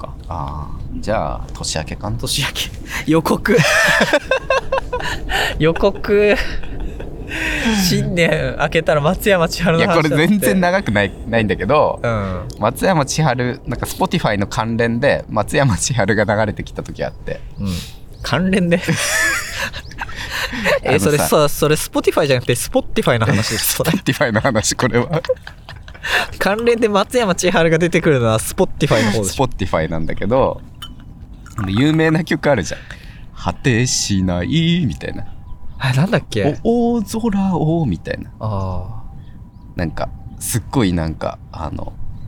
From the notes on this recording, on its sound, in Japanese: 久しぶりに外で収録